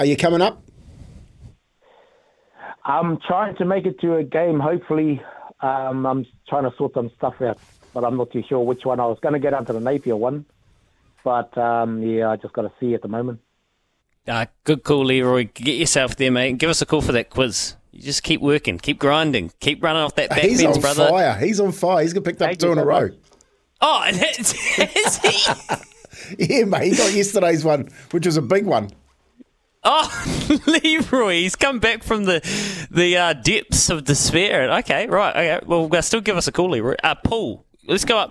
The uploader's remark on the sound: We hit the phone line and hear how Warriors fans are feeling.